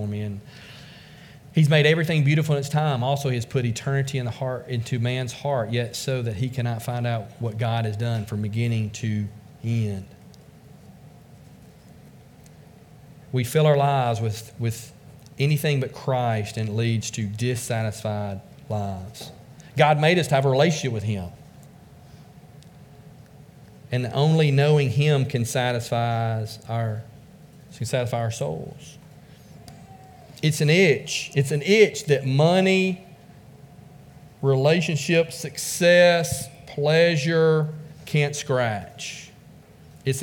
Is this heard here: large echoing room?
yes